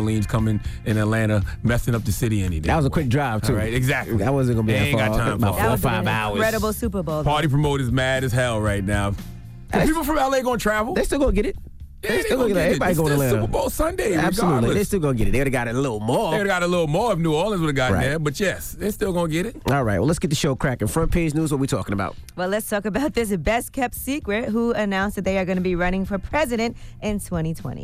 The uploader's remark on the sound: we opened up the phone lines